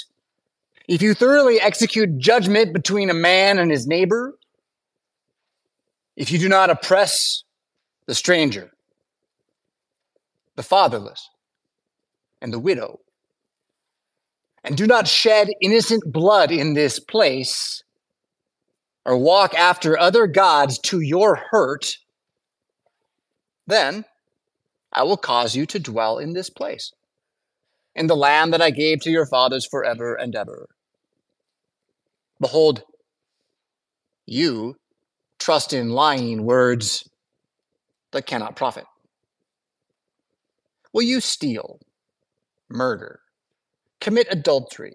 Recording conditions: large echoing room